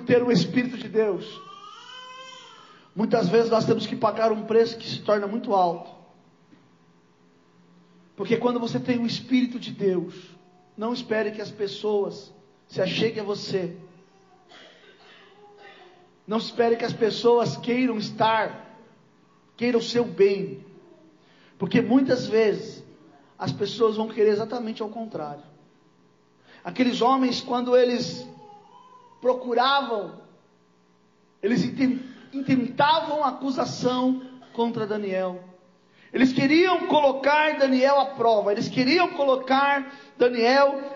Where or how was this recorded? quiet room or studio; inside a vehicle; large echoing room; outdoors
large echoing room